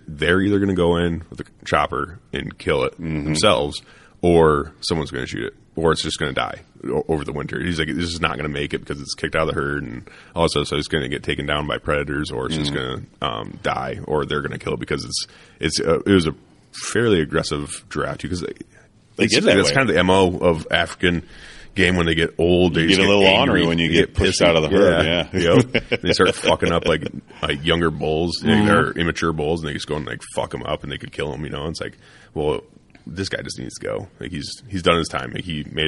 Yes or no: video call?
no